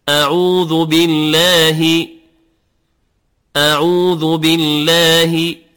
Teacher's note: أعوذ بالله نقول بي بالكسر، بعض الناس يقول بالله با يفتحها قليلا، وهذا من أخطاء التجويد